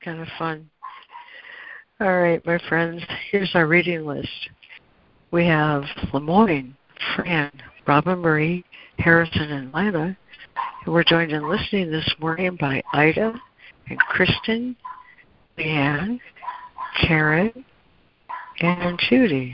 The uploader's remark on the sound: ACIM Daily Conference Call